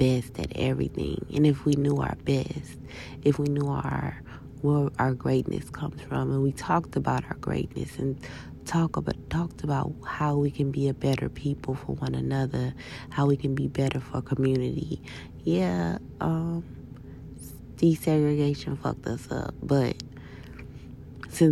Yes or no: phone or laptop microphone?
yes